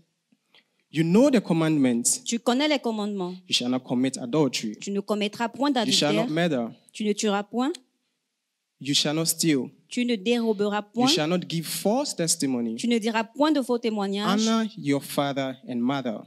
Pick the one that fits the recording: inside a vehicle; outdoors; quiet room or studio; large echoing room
large echoing room